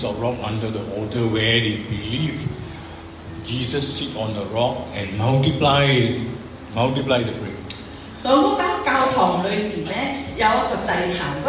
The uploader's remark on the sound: Preached on 17/11/23 in St Andrews Presbyterian Church Pengkalan Ipoh.